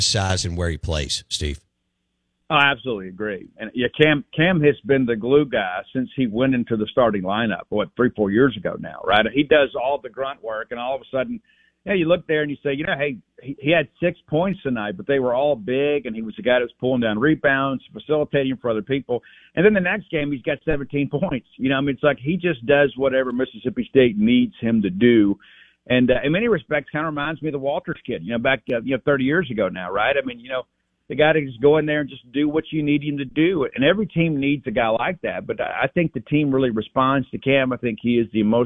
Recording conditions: phone line